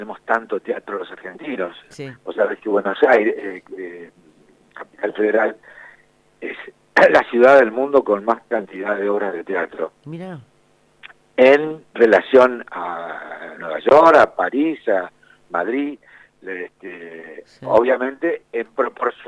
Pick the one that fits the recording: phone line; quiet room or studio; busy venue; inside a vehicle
phone line